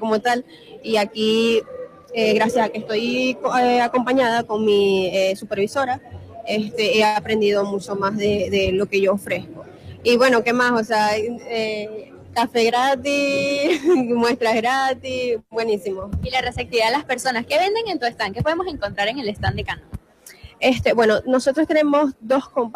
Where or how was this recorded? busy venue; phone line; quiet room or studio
busy venue